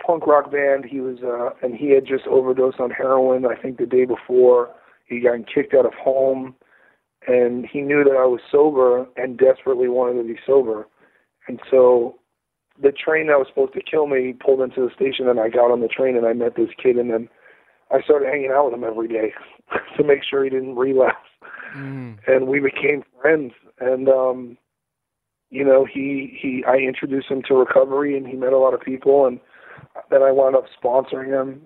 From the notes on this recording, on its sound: got on the phone